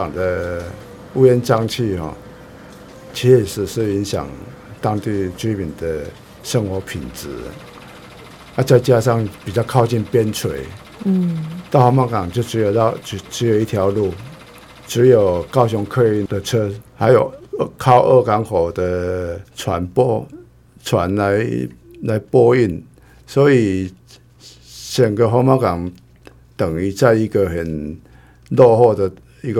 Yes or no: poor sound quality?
no